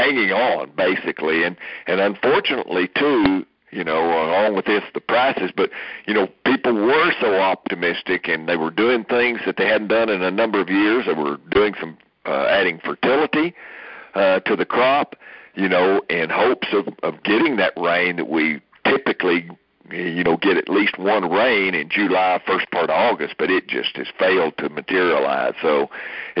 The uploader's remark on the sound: Aug 2019 Monthly Conference Call